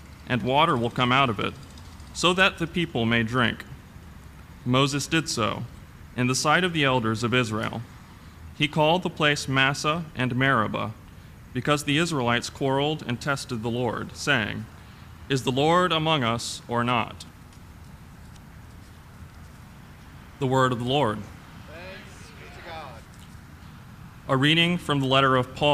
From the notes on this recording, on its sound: This Sunday, Our Savior worshipped outdoors for the annual Blessing of Animals.